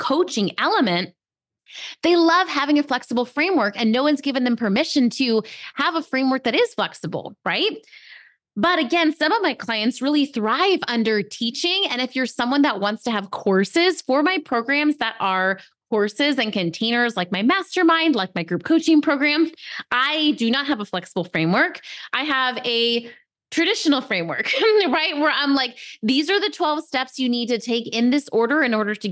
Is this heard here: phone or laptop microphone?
no